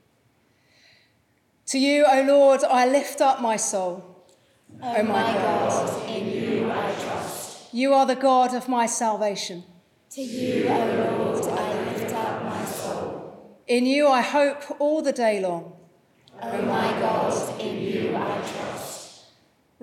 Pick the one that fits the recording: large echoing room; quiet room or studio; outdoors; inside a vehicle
large echoing room